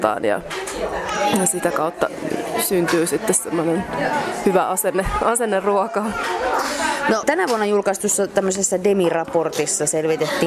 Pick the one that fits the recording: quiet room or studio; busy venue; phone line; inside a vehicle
busy venue